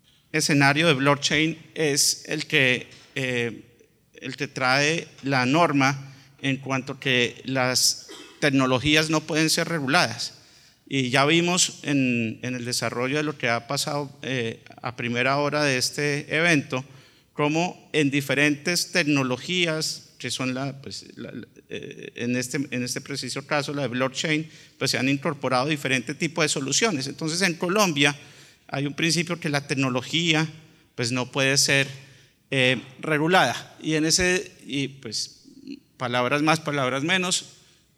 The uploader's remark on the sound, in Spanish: Este es un episodio grabado en vivo durante el CINTEL Blockchain Forum, en la antesala de ANDICOM 2023.